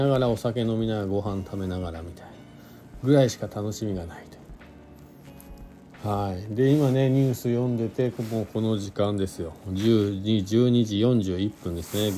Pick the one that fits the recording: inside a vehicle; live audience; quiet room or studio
inside a vehicle